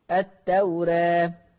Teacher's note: لفظ التوراة لورش عن نافع مقلل الالف فيه مقلله قولا واحدا، ما تبقاش التوراة، التوراة التوراة، را مش را را را را.